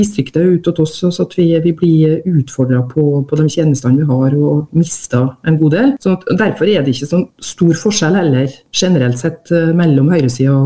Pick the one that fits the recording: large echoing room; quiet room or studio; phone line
quiet room or studio